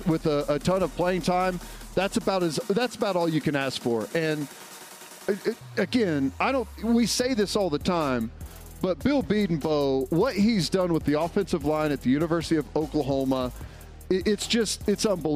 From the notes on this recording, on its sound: the Huddle Reloaded LIVE form Rudy's